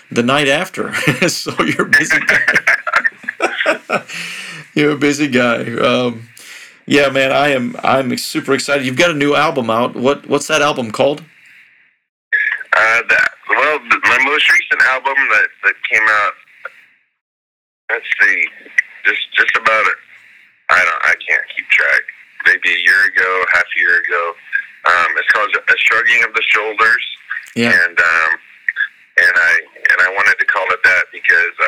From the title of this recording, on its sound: A Phone Call